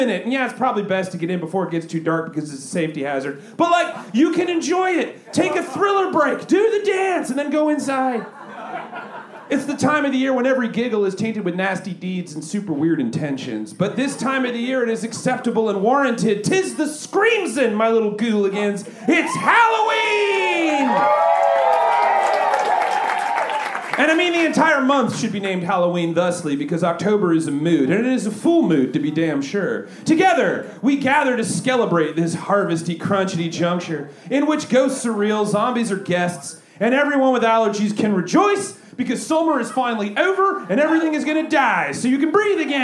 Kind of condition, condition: setting, busy venue